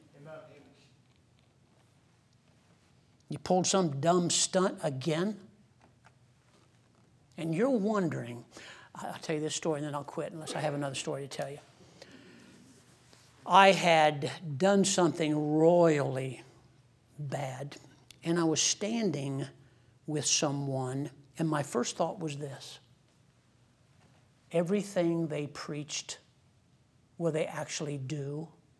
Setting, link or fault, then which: setting, large echoing room